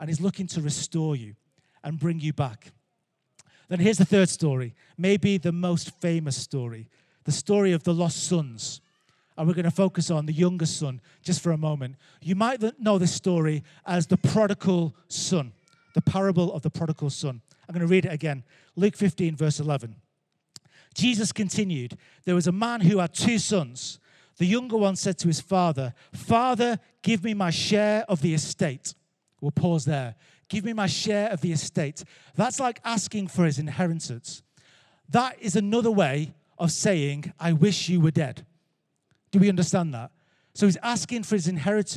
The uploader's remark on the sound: Recorded Live at Life Church Lancashire